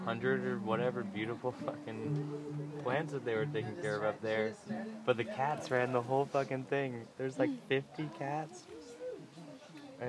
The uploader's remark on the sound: Recorded live without explicit permission from the garden during the night sessions of Squidfest 2014. Some of the artists are revealed in the dialogue but I can't make them out.